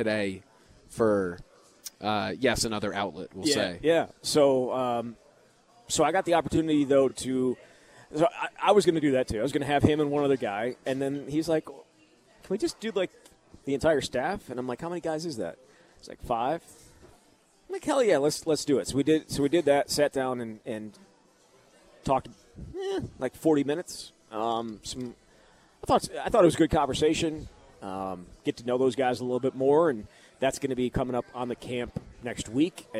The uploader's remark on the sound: live at Monk's in Sun Prairie